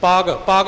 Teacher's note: ਪਾਗ ਪਾਗ ਵੀ ਪੋਲਾ ਬੋਲਣਾ, ਪੱਗ ਕੱਸ ਕੇ ਨਹੀਂ